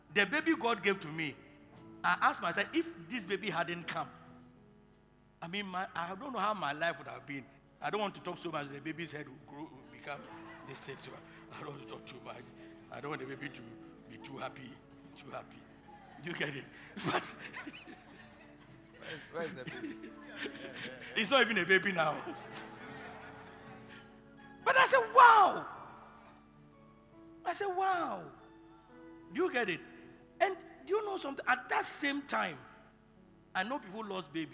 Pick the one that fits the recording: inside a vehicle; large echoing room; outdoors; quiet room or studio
large echoing room